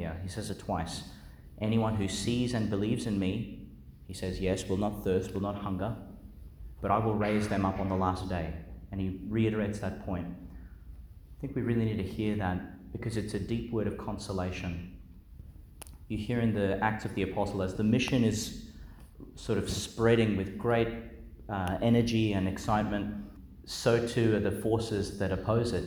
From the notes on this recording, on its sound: delivered at Our Lady Star of the Sea, Gladstone, Qld.